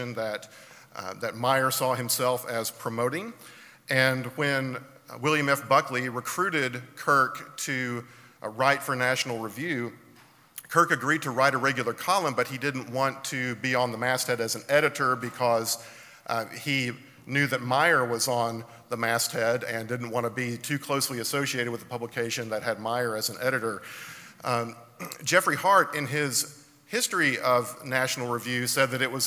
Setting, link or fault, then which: setting, live audience